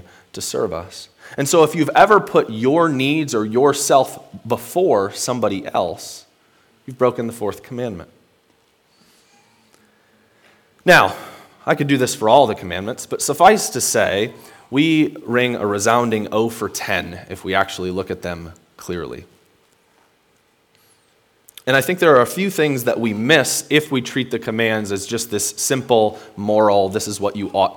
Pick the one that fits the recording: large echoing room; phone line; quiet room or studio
large echoing room